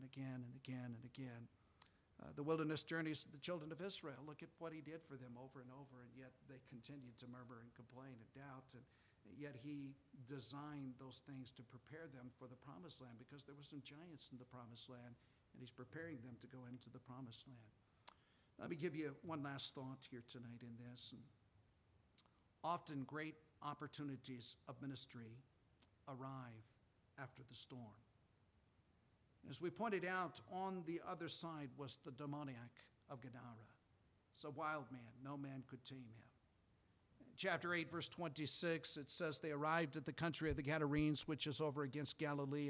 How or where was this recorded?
large echoing room